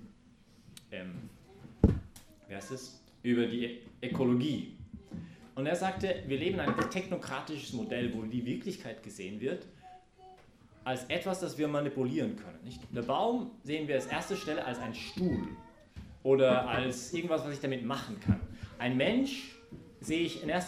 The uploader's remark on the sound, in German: Dies ist die Predigt von der Messe am Sonntag, den 22. Im Zentrum Johannes Paul II.